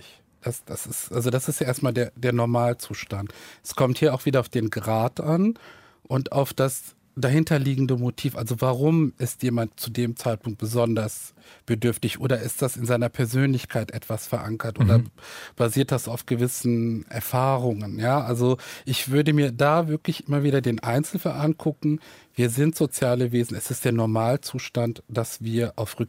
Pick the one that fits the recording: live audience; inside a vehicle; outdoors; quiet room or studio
quiet room or studio